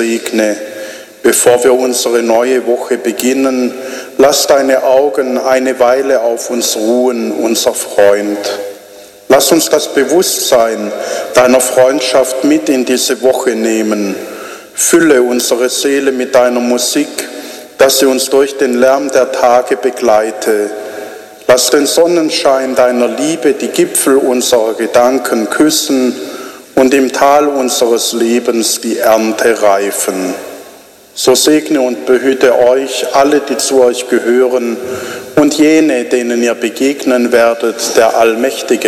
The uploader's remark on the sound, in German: Ausschnitte vom Gottesdienst 5. Sonntag im Jahreskreis B 2021 in Helmsheim.